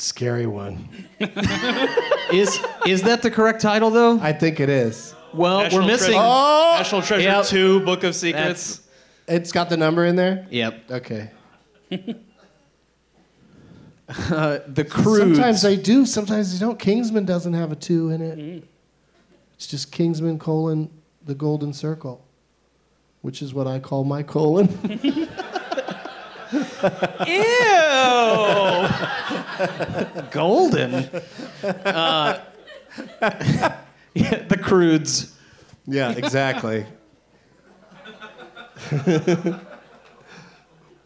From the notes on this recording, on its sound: Live from Fantastic Fest in Austin